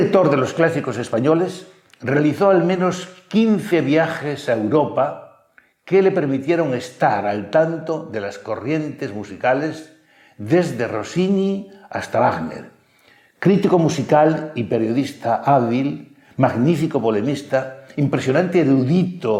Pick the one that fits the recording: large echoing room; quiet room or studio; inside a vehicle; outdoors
large echoing room